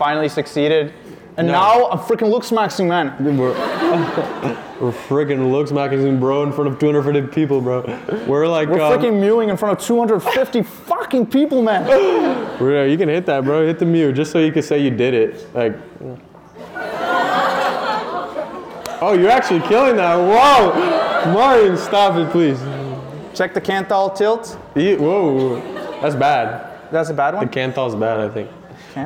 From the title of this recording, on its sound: York University Live Show